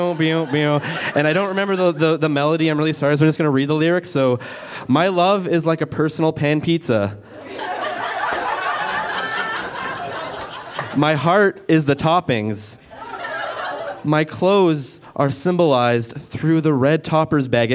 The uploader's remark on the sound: Recorded live at Fromagerie Elgin in Sudbury.